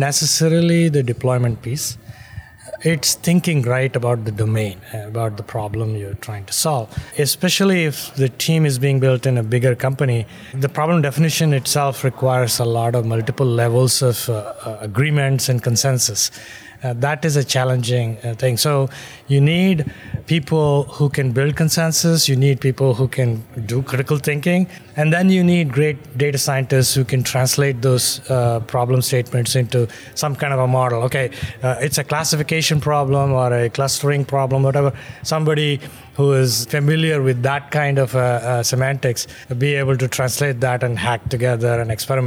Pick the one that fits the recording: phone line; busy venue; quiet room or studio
busy venue